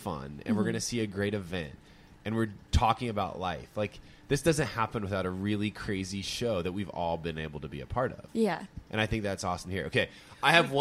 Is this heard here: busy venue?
yes